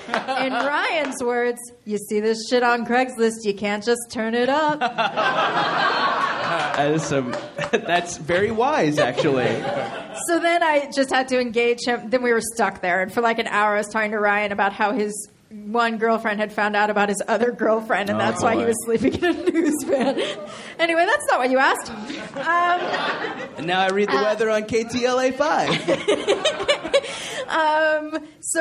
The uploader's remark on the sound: Recorded live from Very Very Fun Day in Chicago at Thalia Hall.